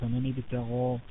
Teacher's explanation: غا في اعلى مرتبه التفخيم مفتوحه وبعدها الف